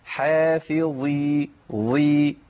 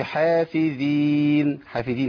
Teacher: وكنا لهم مشددة حافظين، جينا تاني عند الضاء، في ناس بتقول حافظين، ما ينفعش، الضاء مكسورة، لكن قلنا ايه؟ هي في مرتبة دنيا، يعني هي في أدنى مراتب التفخيم لكنها مطبقة · Shown in: first take · يبقى أقول حافظي ظي ضي وقولش حافظين حافظين لا.